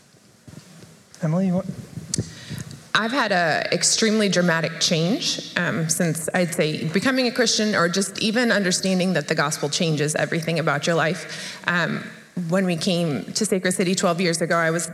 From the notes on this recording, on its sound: At the women's event, we have a panel of ladies fielding a few questions.